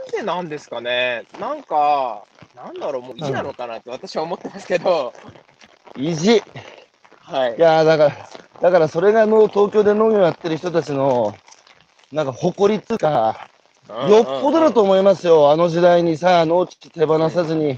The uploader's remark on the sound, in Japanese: 歩きながら1時間、対談する。